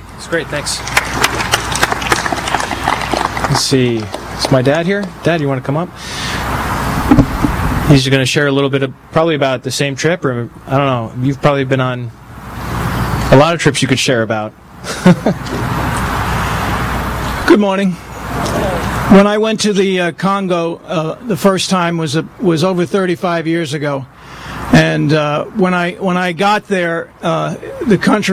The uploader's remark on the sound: Please pardon the quality of this recording. This meeting happened outside in a park in the Albany, NY area.